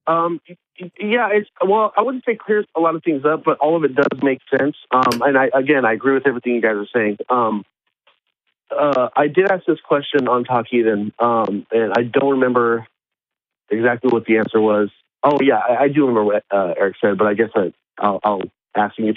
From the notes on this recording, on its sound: The Atheist Experience is a weekly call-in show from Austin, Texas intended for a theist and atheist audience. AXP streams live every Sunday.